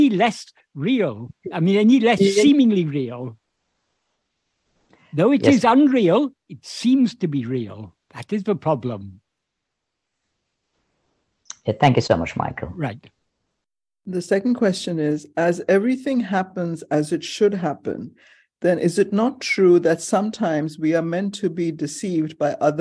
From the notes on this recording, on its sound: In a Zoom meeting of the ‘Ramana Maharshi Foundation UK’ on 28th January 2023.